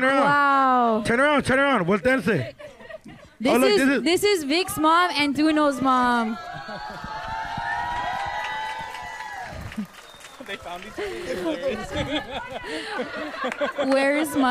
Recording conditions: live audience